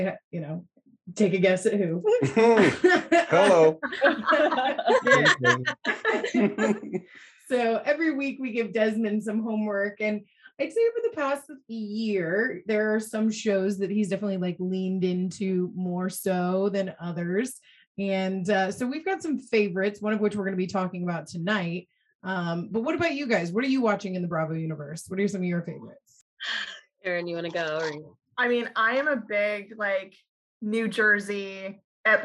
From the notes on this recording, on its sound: in the BMB Zoom Room